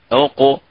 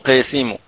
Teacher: القاف نأتي بالقلقلة في مخرجها، أي يعني تصادم وتباعد في مخرج القاف · Shown in: first take